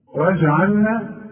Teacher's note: الجيم تعطش في القرآن وتقلقل ما دام عليها السكون